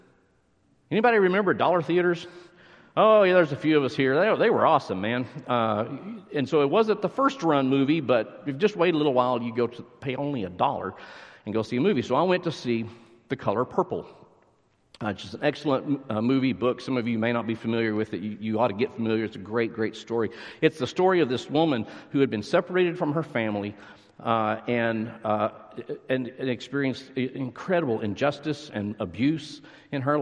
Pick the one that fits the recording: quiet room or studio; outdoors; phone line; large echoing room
large echoing room